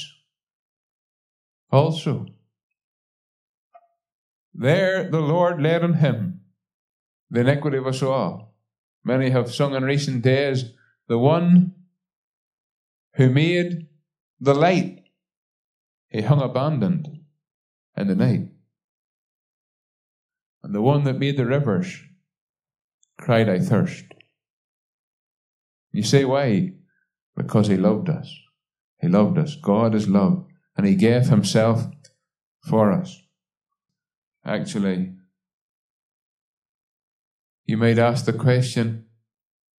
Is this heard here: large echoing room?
yes